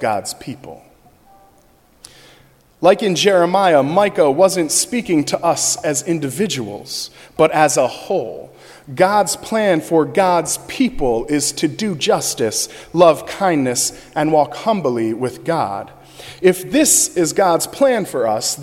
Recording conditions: large echoing room